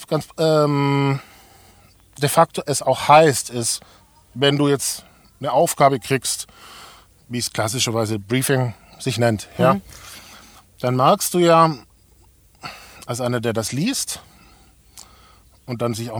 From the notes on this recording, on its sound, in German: Aufgezeichnet wurde die Folge im Übrigen beim diesjährigen Pirate Summit in Köln bei gefühlten 80 Grad in unserer #ChevyLady. Falls Ihr hier und da also das Gefühl bekommt, etwas Rauch aufsteigen zu hören, dann war es vermutlich einer der Aufgüsse die wir uns an dem Tag gegönnt haben.